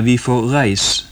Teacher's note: Ja, det er noe som kalles apokope, og det vil si at en vokal i slutten av ord faller bort.